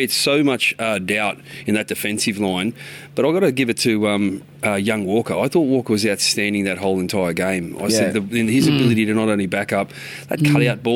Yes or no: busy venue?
yes